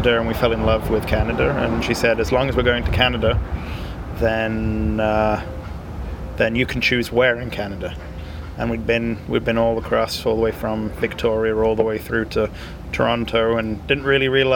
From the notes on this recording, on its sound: on the patio outside the Cider House